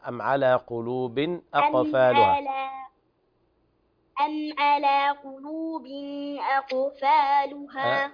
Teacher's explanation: ما في غنة عند التنوين مع الهمز